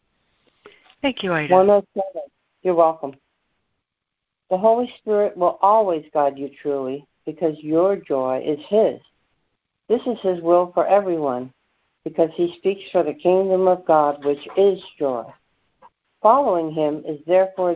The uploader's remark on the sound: ACIM Daily Conference Call.